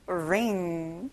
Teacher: 앞에 r 발음을 조금 굴려서 말해볼까요?